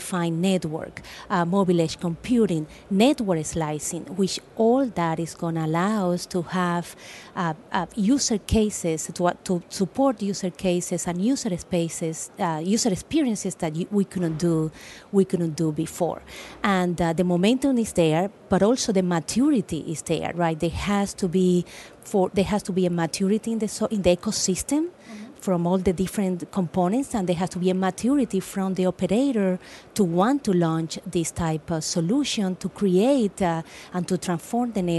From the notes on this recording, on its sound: Intel Chip Chat LIVE from MWC 19 in Barcelona.